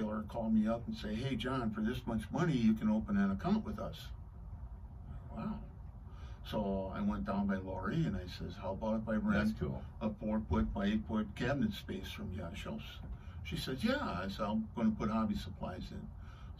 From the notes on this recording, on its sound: Apologies if there are any audio issues, you may have to turn up your volume a bit. There were some issues in studio with the sound for the second part.